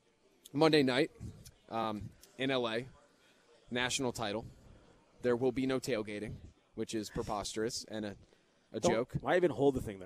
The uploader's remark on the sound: live at Monk's in Sun Prairie